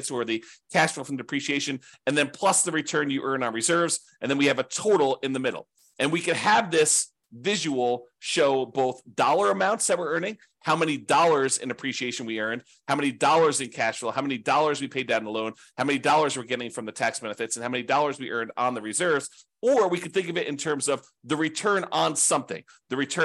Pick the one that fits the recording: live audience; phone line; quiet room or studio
quiet room or studio